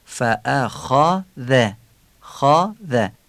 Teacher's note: فتحه خیر رو تفخیم میکنیم، فتحه ذال رو ترقیق میکنیم، فأخذه خذه، یعنی فتحه خیر آیه کوتاه خوانده میشه ولی سایر فتحه ها معمولی خوانده میشن.